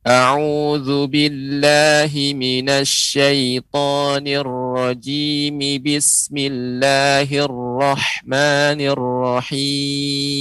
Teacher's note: ketika ibu membaca rajim, jangan terlalu panjang. Dia cukup menjadi dua harokat saja. · ketika dia berhenti rajim baru atau rahim baru panjang dia jadi enam harokat